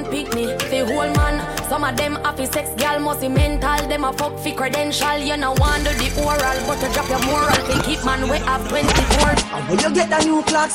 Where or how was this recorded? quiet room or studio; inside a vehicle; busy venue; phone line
busy venue